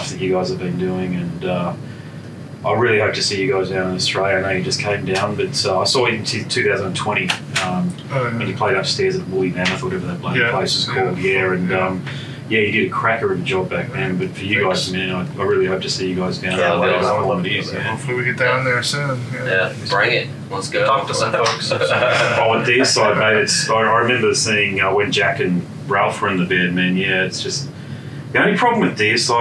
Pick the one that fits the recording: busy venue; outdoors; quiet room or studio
busy venue